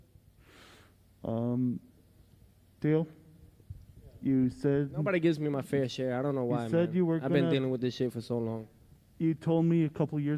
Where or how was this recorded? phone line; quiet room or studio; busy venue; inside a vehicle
busy venue